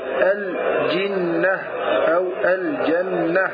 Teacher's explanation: فهنا ترى الجنة أو الجنة النون مشددة، فالنون المشددة هنا عبارة عن نون ساكنة ونون متحركة.